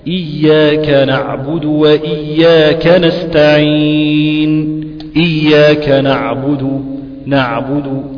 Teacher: أقول وسط الحلق، وسط الحلق العين والحاء، منطقة لسان المزمار.